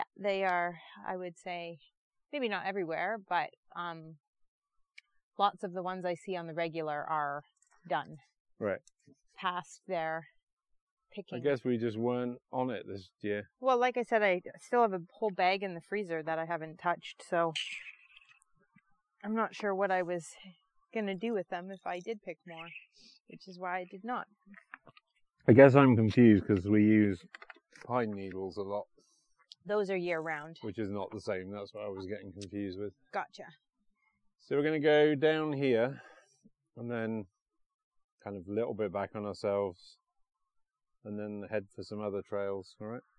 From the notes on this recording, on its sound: Sorry for the sound quality, we will do better.